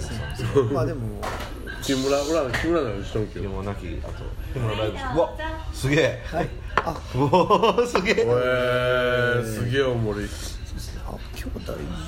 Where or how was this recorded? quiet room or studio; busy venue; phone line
busy venue